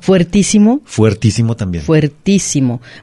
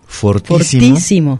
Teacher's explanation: se puede mantener el diptongo o se puede simplificar